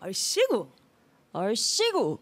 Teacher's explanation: Accent move to the second syllable.